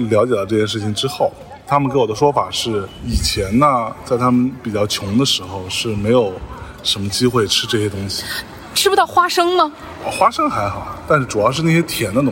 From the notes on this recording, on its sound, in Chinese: 在中秋之日的傍晚时分，在连云港的小河旁，他们边散步边聊天，便录制了这期伴随着自然环境音的“路边风”。